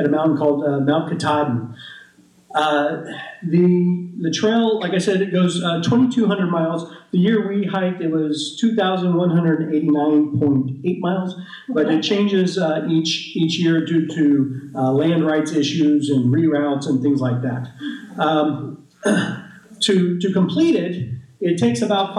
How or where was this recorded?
live audience